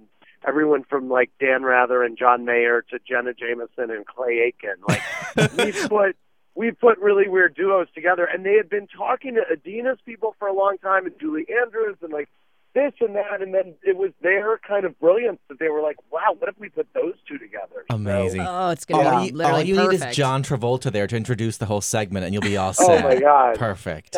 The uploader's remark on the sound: calls in to say hi